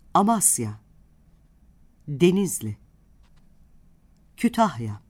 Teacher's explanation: İlk hecesi açık, ikinci hecesi kapalı, çok heceli yer adlarında vurgu ikinci hecededir.